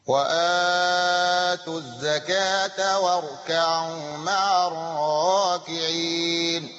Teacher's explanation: وآتوا كان عليه في الراكعين قصر وتوسط وإشباع في العارض. طب نوسط وآتوا في البدل